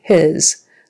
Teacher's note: And of course, the S is pronounced as a Z, his. That is his, not hers, his.